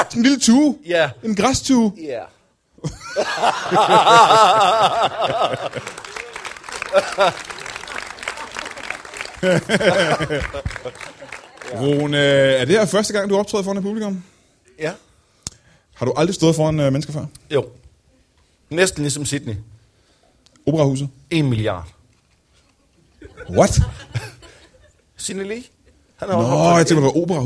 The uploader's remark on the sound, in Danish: LIVE fra Holbæk